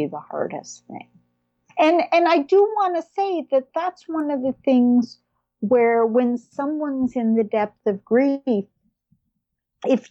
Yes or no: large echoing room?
no